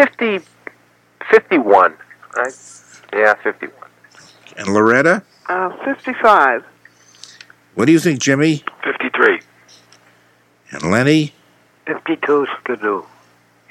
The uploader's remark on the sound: I’m on the phone from MC.